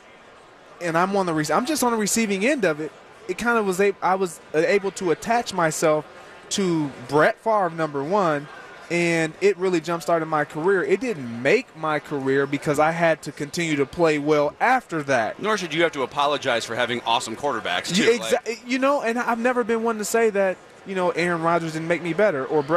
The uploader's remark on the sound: live from Radio Row all week